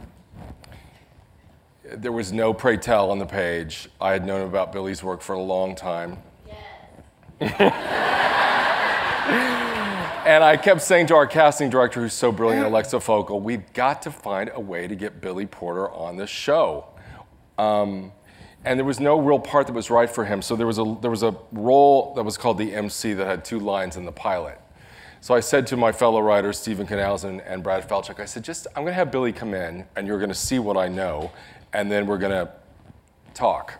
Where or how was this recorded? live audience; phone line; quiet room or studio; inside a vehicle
live audience